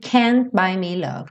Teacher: a letra N já é feita no mesmo lugar que o T e o D, língua no céu da boca. Então, quando essa língua chega no céu da boca, você entende que a palavra já está concluída, digamos assim.